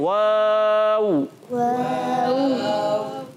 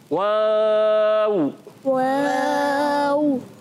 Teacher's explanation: वाव की अदा की होती है होंठों की गोलाई से, दोनों होंठों को गोल करके वाव अदा करते हैं, वाव। जी अच्छा, वाव क्लियर रखना है, बात पढ़ते हैं वाव वाव नहीं, ये तो इंग्लिश वाला वाव हो जाएगा, हमने पढ़ना है अरबी वाला।